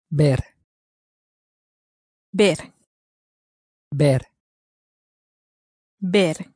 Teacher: It's spelt V-E-R, but again, the V is pronounced somewhat close to a B. It almost sounds a bit like the word bear, said in a very short way.